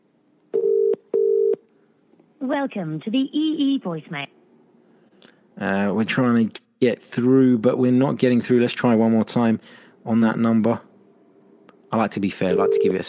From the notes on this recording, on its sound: The Fans Phone.